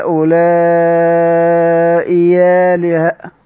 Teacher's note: سيدنا ورش بيبدل الهمزة، بيغير في الهمزة الثانية، هيبدلها ياء هؤلاء آلهة، ياء هؤلاء آلهة.